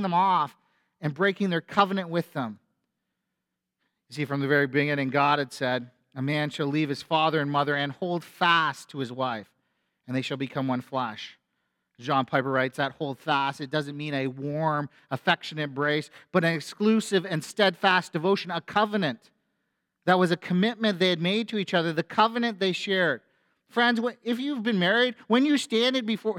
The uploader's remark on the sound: A sermon from FBC Church in Cobourg,.